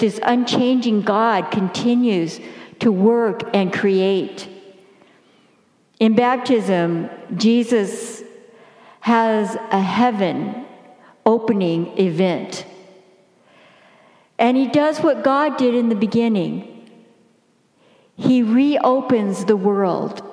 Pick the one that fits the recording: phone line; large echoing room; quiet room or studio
large echoing room